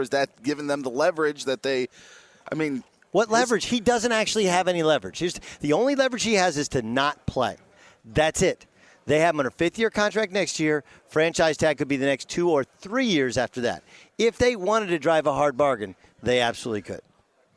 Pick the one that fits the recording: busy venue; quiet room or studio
busy venue